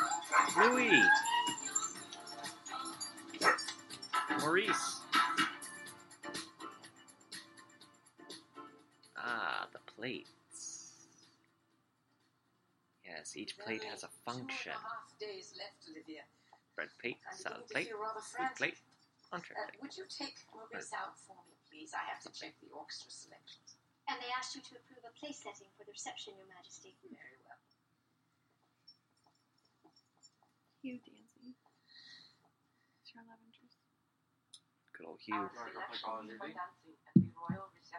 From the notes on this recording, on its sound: COMMENTARY TRACK. Sound quality is different, just a warning.